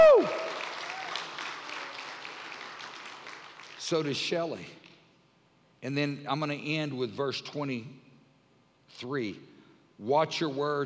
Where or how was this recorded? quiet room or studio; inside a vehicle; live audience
live audience